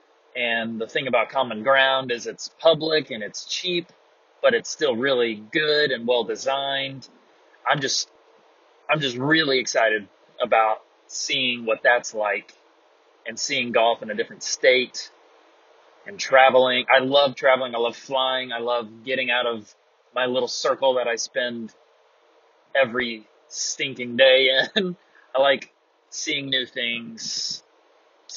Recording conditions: poor sound quality